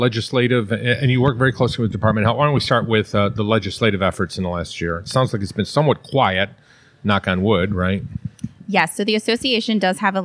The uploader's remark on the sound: Live from the NJAASC Quarterly Meeting